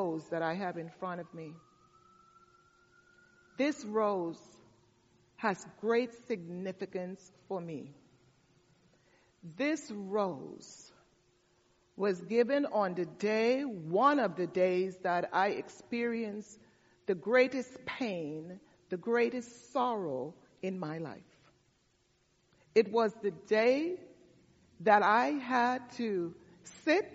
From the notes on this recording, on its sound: delivered the message for our All Saints Service